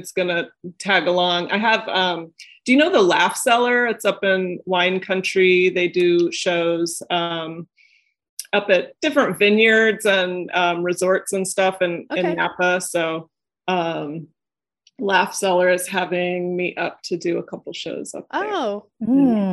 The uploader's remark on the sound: In this episode of our coverage for the SXSW Film Festival. In other words, get ready for a Zoom room full of women ready to commiserate about our younger years!